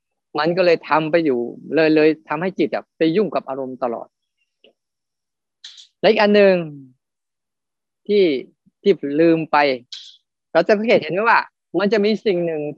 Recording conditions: video call